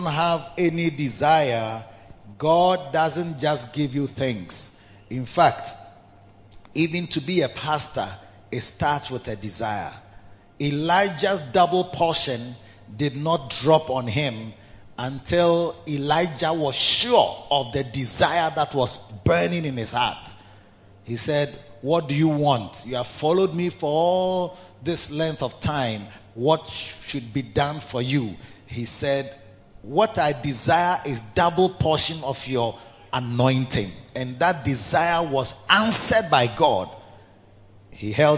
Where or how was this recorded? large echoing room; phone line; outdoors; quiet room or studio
large echoing room